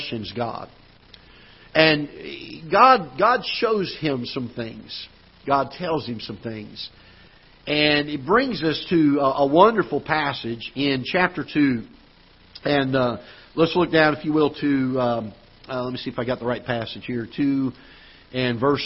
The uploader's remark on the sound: Ketha Heights Baptist Church ~ Live Broadcast